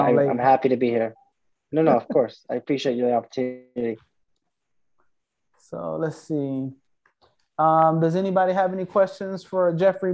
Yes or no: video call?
yes